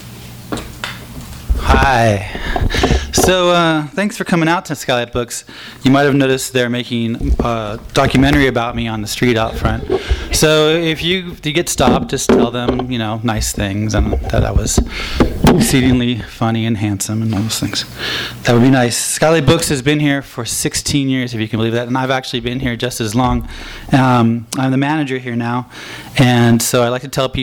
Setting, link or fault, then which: setting, live audience